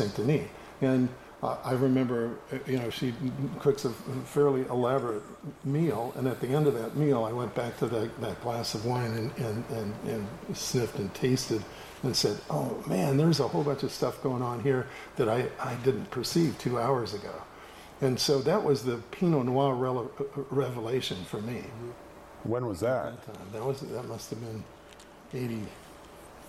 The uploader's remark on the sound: This video contains a bit of static audio.